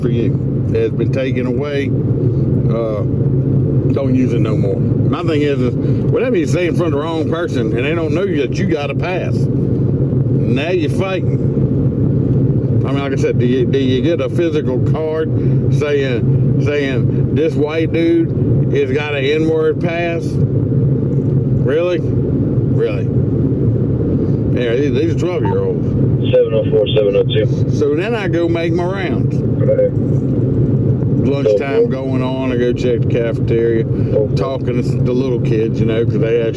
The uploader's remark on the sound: I tell some stories that I recorded while on the road, road noise is something that just is.